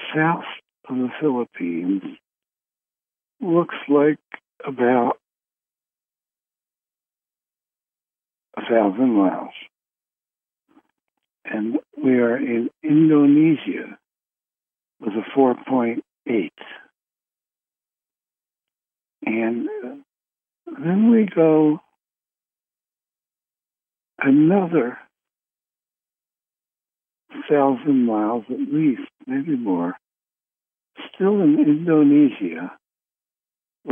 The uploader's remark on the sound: Conference Call LIVE, November 15, 2021